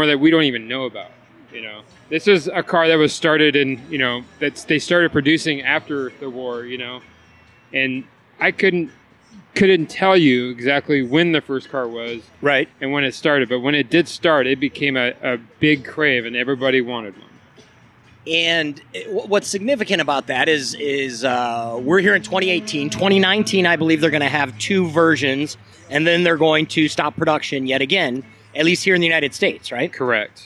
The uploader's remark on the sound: Oktoberfest Car Show – SoCal’s Annual Volkswagen. This on-site podcast recorded live during the event. In Ontario, CA. Obviously as you can hear by the background noise, this is a…live podcast is a complete oxymoron, right?